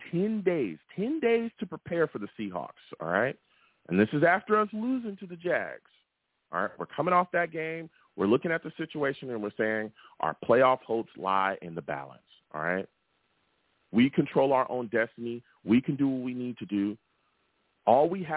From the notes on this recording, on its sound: I take live callers!